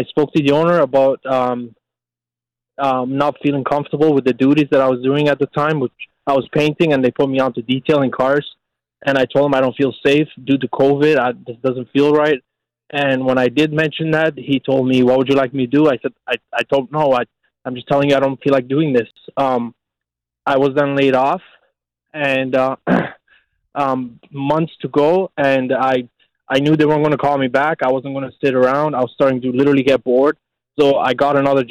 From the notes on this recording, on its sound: your phone calls, are answered on today's episode of the Employment Law Show